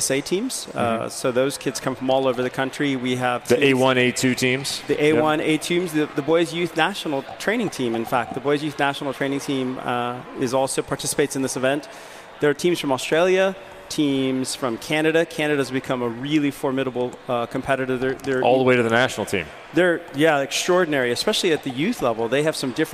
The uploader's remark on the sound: Travel to Las Veags with a special edition of The Net Live from the Red Rocks Rave tournament brought to you by the Southern Califonia Volleyball Association (SCVA).